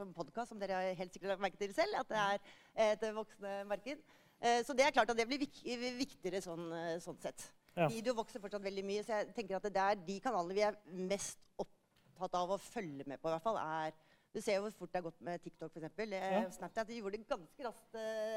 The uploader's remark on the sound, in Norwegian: live på Merkevaredagen 2022